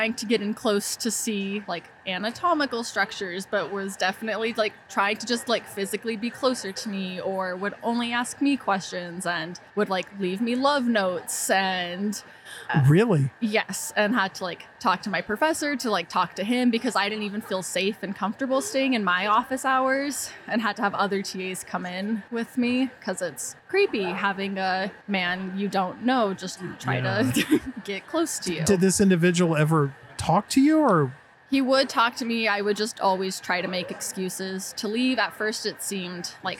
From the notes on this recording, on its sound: Privacy Files hit the road and recorded this episode at the Anonyome Labs booth on the floor of the 2023 Utah Pinners Conference & Expo in the Greater Salt Lake City Area. Pinners is a two-day event where 35,000+ creative enthusiasts, DIY aficionados and expert makers meet.